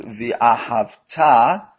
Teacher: the word V'ahavta must be pronounced with a stress on the final syllable, because that makes it a future tense word, meaning you will love as a commandment.